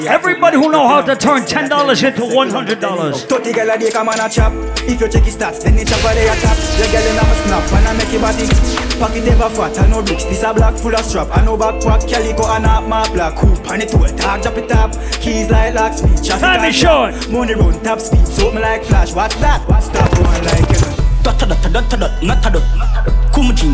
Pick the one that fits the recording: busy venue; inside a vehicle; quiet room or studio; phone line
busy venue